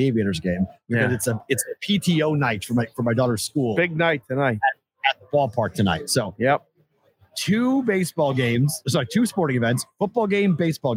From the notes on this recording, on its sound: LIVE from Circa Sports in Downtown Las Vegas!